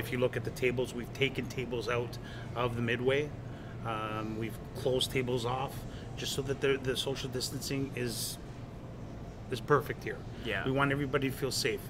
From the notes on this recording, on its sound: Live at Dave &amp; Buster's Vaughan. Live at Dave & Buster's Vaughan.